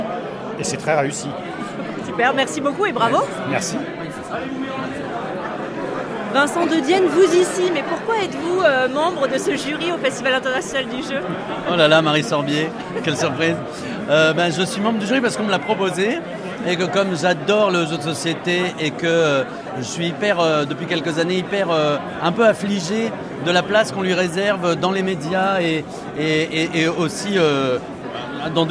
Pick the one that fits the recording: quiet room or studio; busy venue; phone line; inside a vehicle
busy venue